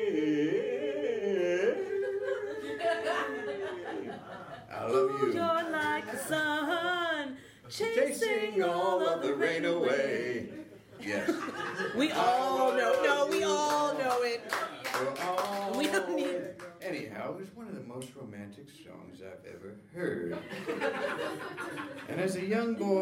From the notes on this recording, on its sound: live taping